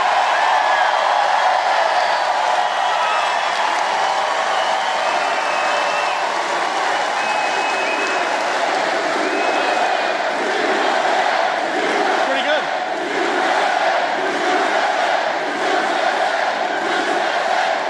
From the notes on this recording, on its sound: Campaign Rally in Wheeling, West Virginia.